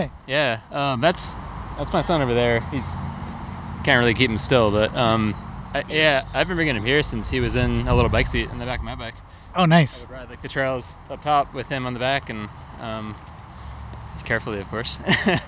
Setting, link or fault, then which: setting, outdoors